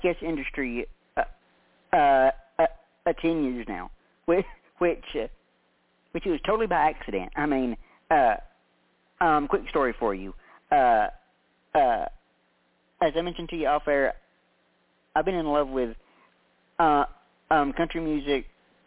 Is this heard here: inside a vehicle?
no